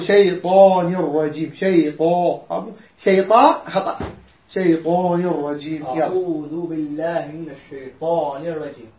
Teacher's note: حرف الطاء مفخم والألف فخمة وياه